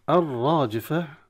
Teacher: لام التعريف في الراء تدغم، والراء مفخمة مع الألف التي بعدها